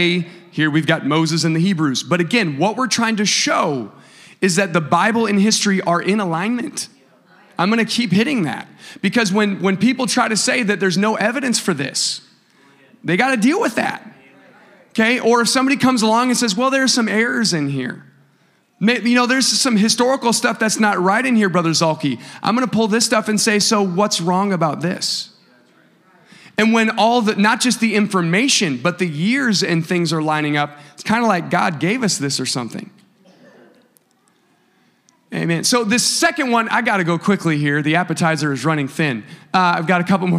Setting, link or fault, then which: setting, large echoing room